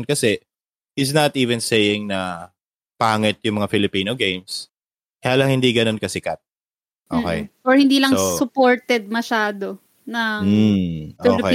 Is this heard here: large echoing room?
no